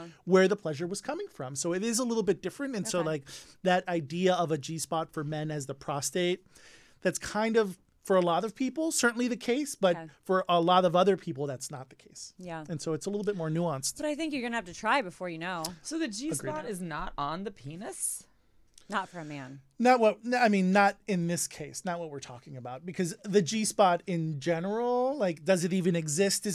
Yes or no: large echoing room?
no